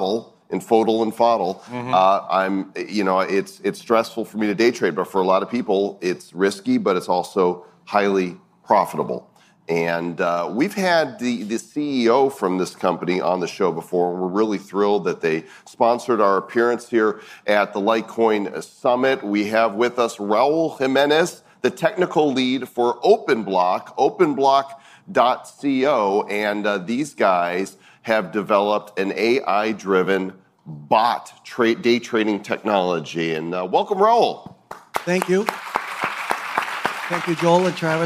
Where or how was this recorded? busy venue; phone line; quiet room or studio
busy venue